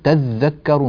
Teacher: أفلا تذكرون يعني هي أصلا أفلا تتذكرون، فيجوز حذف التاء الأولى للعلم بها، ويجوز كذلك إدغام التاء الثانية في الذال